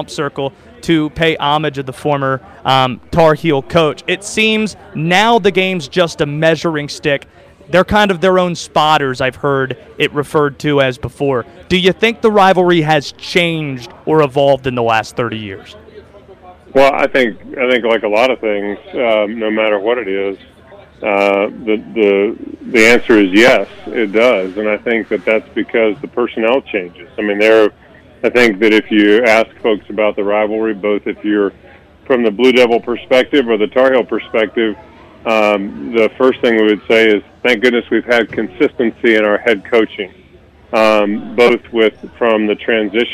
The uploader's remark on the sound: Live at KickBack Jacks